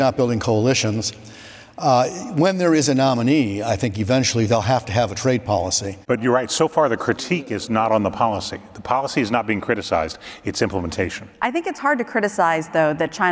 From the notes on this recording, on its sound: Trade Guys on the Road: RILA Supply Chain Conference Edition Part 2. Live from the Retail Industry Leaders Association Supply Chain Conference in Dallas, Texas.